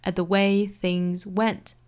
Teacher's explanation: at 后面的 t 的音略掉